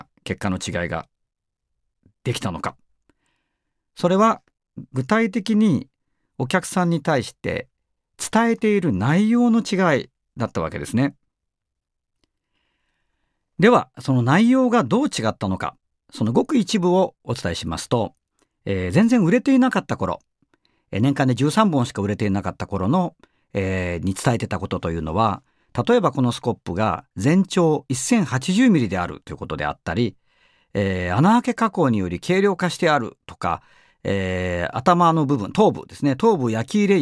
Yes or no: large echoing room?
no